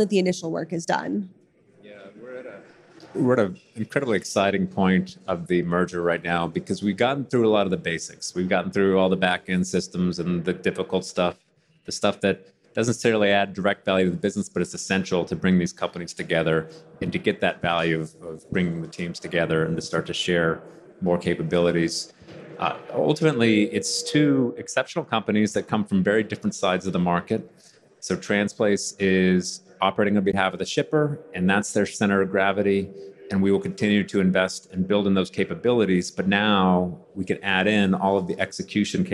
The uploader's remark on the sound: in this fireside chat on day 1 of F3 2022